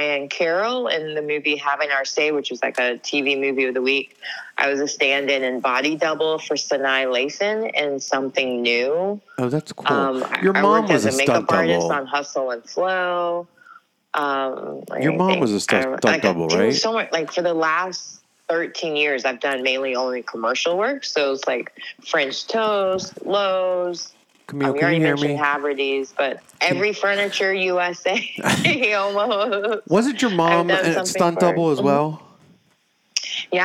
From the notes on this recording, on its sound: Via phone call in the studio today.